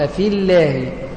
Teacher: فتلاحظ أننا نخرج من الفاء المكسورة على لام مشددة · Term: التقاء الساكنين